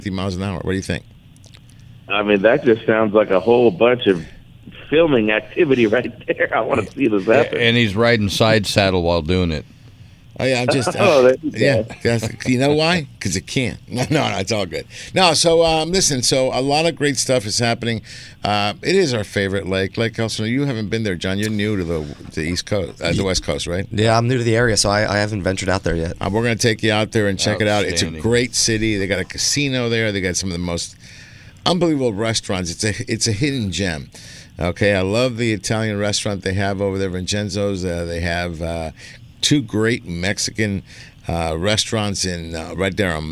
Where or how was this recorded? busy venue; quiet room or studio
busy venue